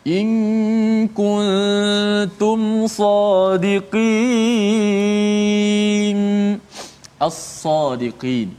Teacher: Maknanya lam mati itu dimasukkan dalam sad · Term: lam syamsiyah